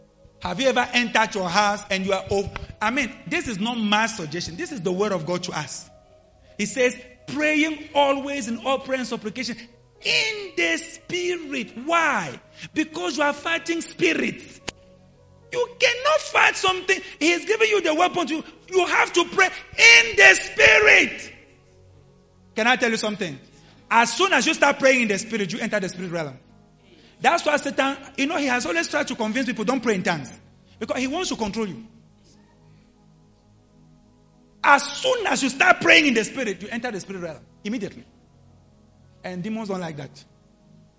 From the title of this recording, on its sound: LIVE AT ABC KHALANYONI